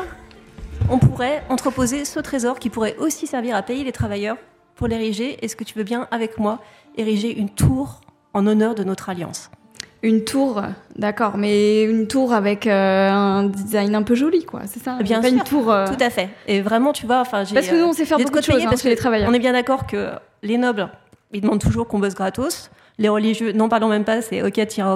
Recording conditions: live audience